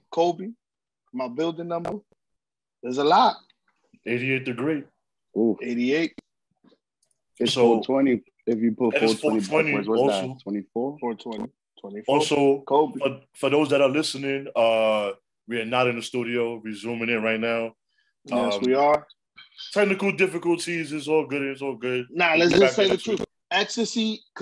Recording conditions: video call